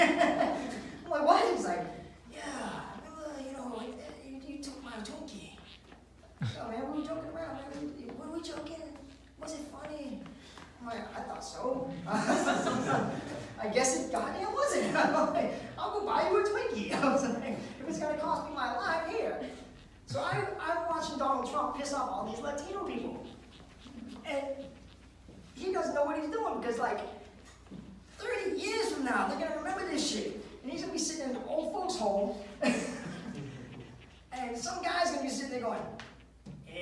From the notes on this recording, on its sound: Live at the MEG.